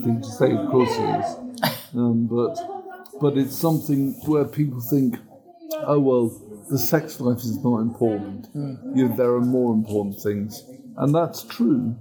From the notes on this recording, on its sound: if you hear some little background noise and squeaking that's just the lovely hospital ambience coming out to you